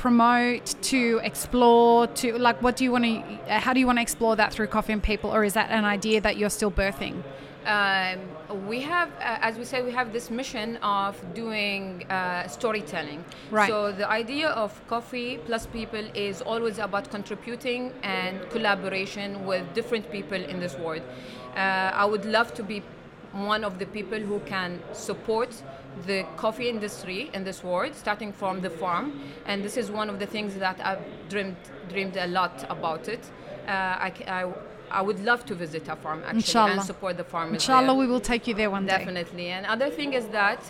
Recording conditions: busy venue